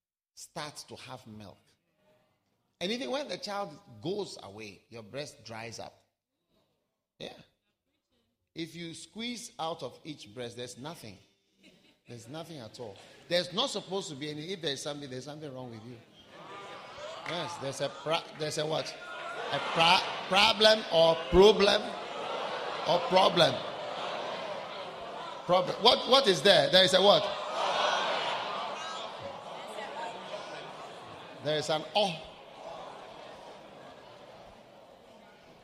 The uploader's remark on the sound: Preached at the Wisdom Impartation Service.